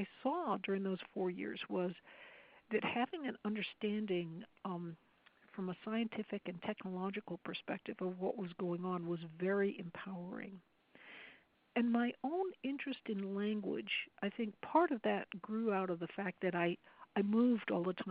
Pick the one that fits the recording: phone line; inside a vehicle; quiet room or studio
phone line